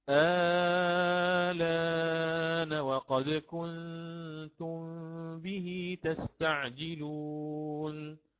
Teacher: حينها أعود على هذا المثال، على إبدال همس الوصل مع الإشباع، الإمام ورش له ثلاثة البدل في اللام، فيقرأ بالقصر والتوسط والإشباع